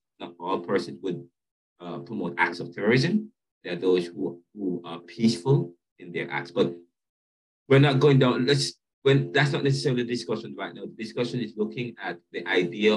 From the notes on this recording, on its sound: Caribbean Thought Lecture Series on Zoom. This episode begins the Lecture Series at the Jamaica Theological Seminary on Caribbean Thought. This is a video episode uploaded from the class Zoom Recording as I am teaching the course via an online face-to-face module while here in Philadelphia USA.